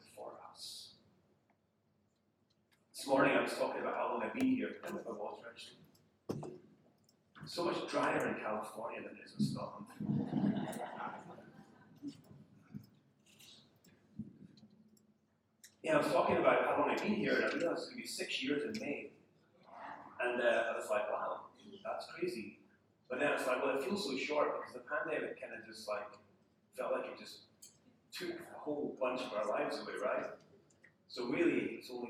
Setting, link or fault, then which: fault, poor sound quality